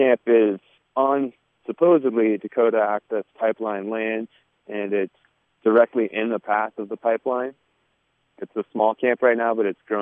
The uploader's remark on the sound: Crested Butte residents called in from the front lines of the Standing Rock Reservation protests of the North Dakota Access Pipeline.